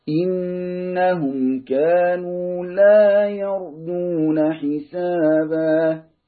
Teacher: انهم نون مشددة يبقى غنة حركتين